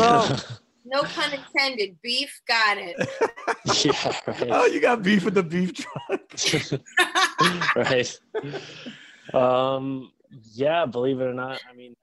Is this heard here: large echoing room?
no